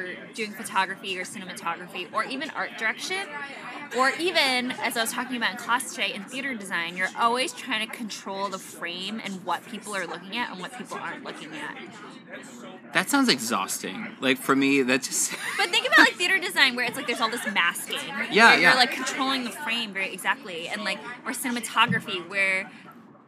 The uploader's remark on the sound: In this episode we go on location (socially distanced, of course) to chat with an art director and designer in her natural habitat: a tapas bar.